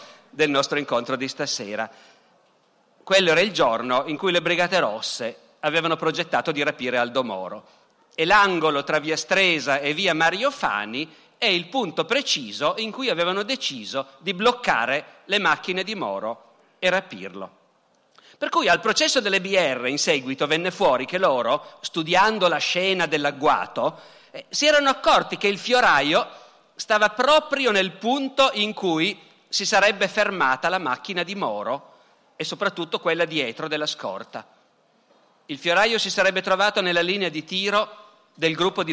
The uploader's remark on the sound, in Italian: Dal Festival della Mente 2017.